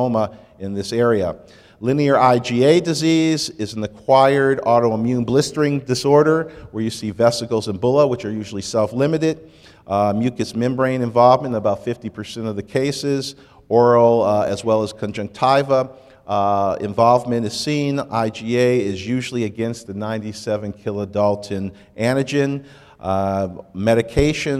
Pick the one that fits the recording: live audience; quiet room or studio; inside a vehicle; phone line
live audience